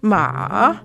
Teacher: the third tone in Mandarin, ma, is sort of like a J-type pattern